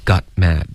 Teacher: 这个 got,结尾别用喉音停顿,OK,要用舌尖的停顿